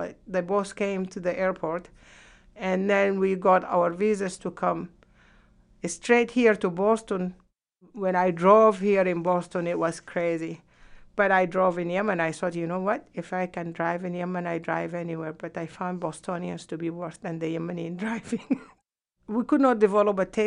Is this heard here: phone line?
no